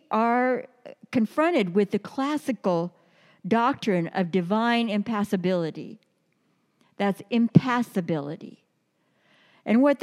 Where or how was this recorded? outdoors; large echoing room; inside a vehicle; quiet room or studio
large echoing room